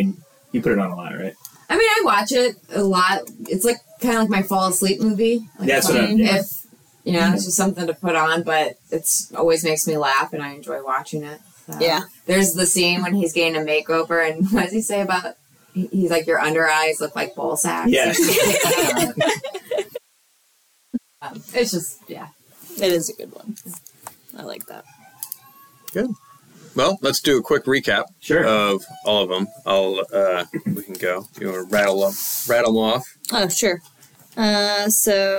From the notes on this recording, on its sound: Apologies for the audio quality.